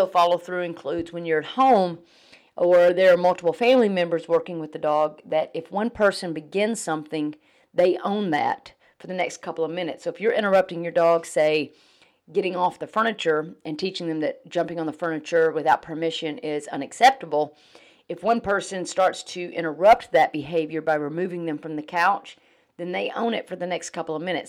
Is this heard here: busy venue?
no